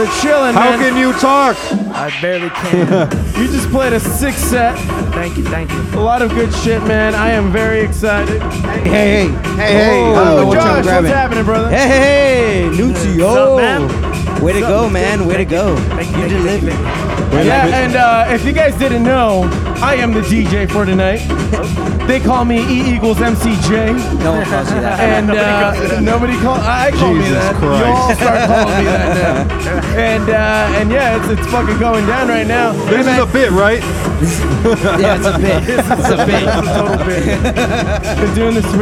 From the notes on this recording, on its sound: Live From Foobar Fest 2019 at Dba256 in Pomona, CA.